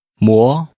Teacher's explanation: The tone is rising.